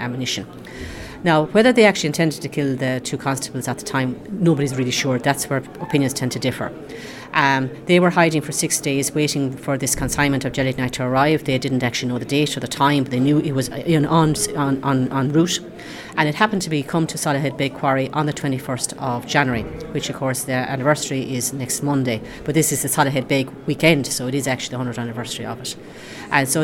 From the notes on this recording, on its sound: In Tipperary, for a series of lectures at the Soloheadbeg Symposium.